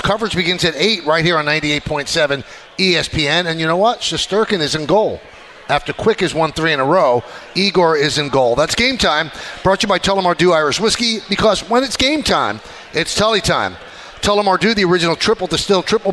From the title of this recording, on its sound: LIVE from Plattduetsche Park